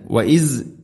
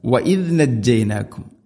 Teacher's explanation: ദാൽ ഉച്ചരിക്കുന്ന സമയത്ത് നാവിന്റെ അറ്റം മുൻ പല്ലുകളുടെ ഇരുനിരകൾക്കിടയിലൂടെ വളരെ നേരിയ തോതിൽ നാവിന്റെ അറ്റം പുറത്തായിരിക്കണം · Shown in: second take